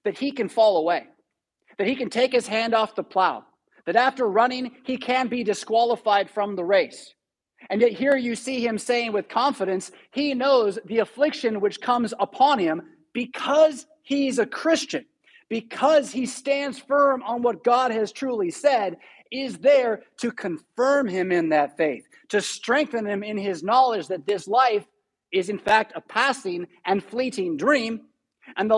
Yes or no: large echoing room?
yes